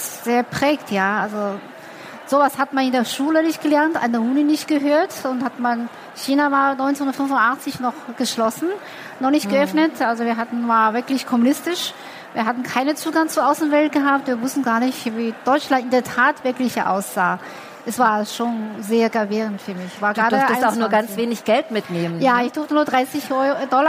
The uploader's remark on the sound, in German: Der Vortrag wurde im Rahmen der Messe herCAREER-Expo. Im Live-Interview.